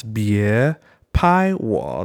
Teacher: Bie is a rising tone. That's number two, tone two. Bie pai is the first tone.